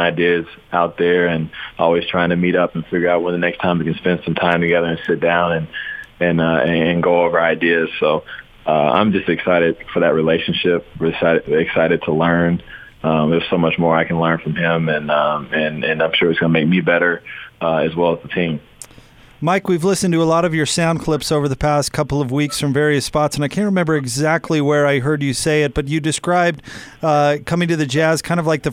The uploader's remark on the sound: called in to 'The Big Show'